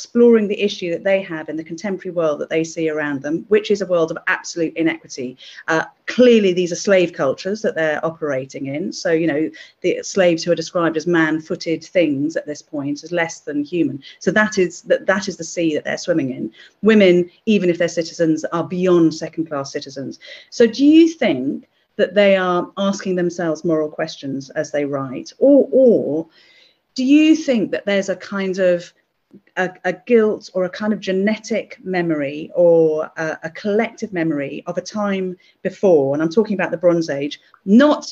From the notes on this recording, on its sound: This talk was recorded at the online 5x15 event in May 2021.